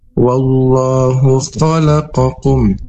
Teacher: Sifat huruf dari kho ini hamas atau berdesis dan juga isti'la atau tebal. · Term: huruf kho